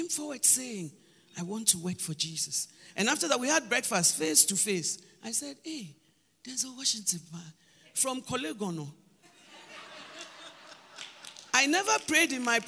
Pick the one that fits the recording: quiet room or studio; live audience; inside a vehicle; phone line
live audience